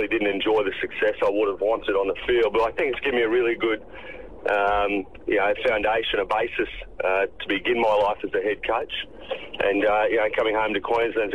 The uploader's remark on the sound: on the phone